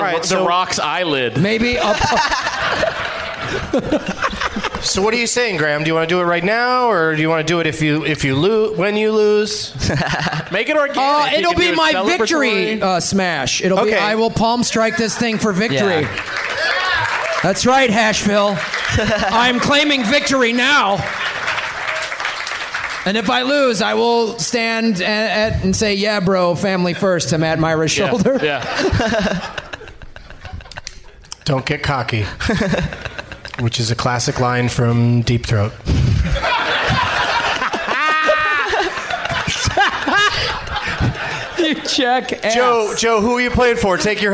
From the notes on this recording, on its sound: Live from Zanies Comedy Club in Nashville